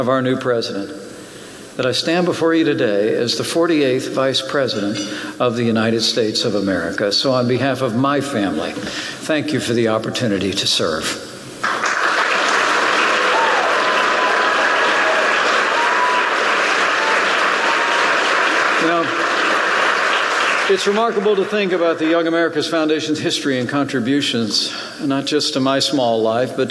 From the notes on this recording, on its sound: Remarks at National Conservative Student Conference